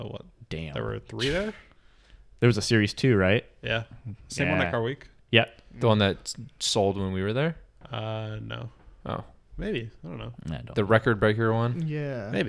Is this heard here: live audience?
no